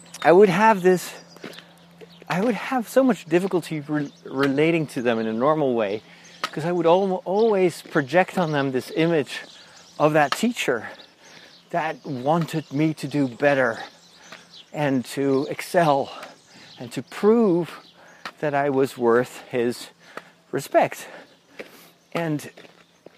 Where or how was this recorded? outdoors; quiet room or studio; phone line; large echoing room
outdoors